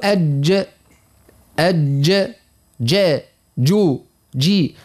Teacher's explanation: وهو حرف جهري وحرف شديد وحرف يعني مستفل، حرف منفتح حرف مصمت، وفيه الصفة السادسة اللي هي القلقلة. · وتخرج من وسط اللسان ومع ما يحاذيها من الحنك الأعلى · Term: الجيم